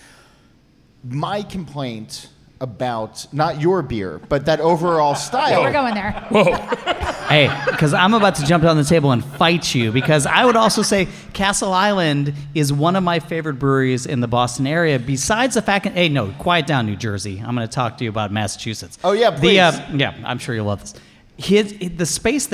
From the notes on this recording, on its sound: A special live audience episode of the podcast. Recorded on location at Jack's Abby Craft Lagers in Framingham, Massachusetts.